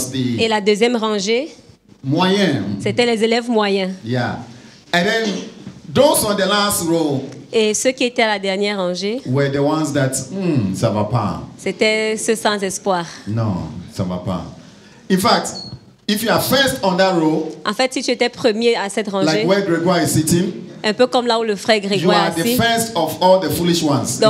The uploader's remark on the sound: Preached during Joyful Hour Sunday Service